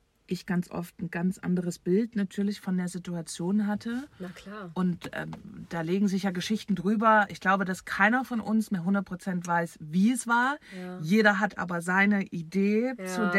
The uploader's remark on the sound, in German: Denn wir beide sind zum Zeitpunkt der Aufnahme tatsächlich auf dem Weg zu unseren Elternhäusern in Deutschland.